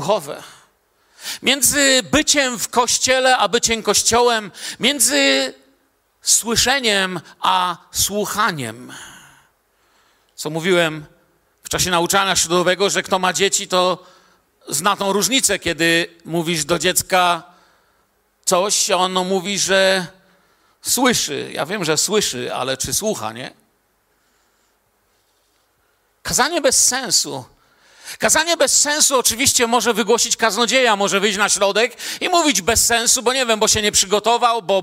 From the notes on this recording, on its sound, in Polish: Wykład nagrano podczas nabożeństwa w Kościele „Filadelfia” Bielsko Biała